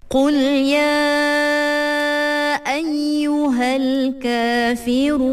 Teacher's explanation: sebab dia ma'arif disukun, boleh panjang dia 2, 4 ataupun 6 harokat